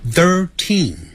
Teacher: 那个 teen 要重读，也就是读出来的时候声音比较重一点